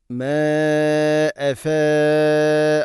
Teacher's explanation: മാ അഫ അല്ലാഹ്, ഇവിടെ മദ് മുൻഫസിൽ, 4-5 ഹർക്കത്തിൻ്റെ ഖദറിൽ നീട്ടേണ്ട മദ്ദാണ് മുൻഫസിൽ